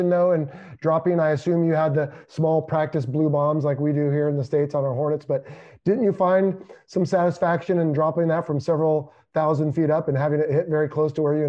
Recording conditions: video call